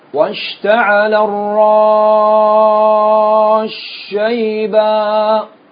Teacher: وتدغم السين في الشين أيضا